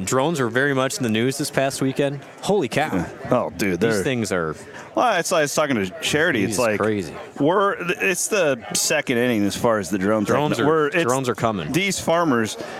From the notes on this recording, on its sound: report live from the Terraplex Ag booth at the 2024 Iowa Ag Expo